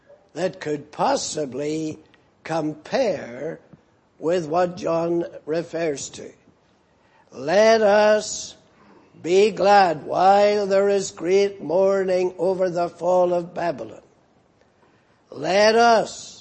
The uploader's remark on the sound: Preached in Grafton. At the Lord's Day Morning service on 28th April, 2019.